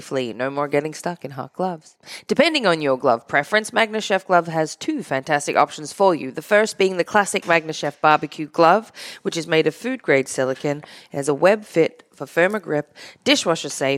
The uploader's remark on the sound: Recorded live in front of a studio audience at the Studio 21 Podcast Café upstairs at Two Guys Smoke Shop in Salem, NH.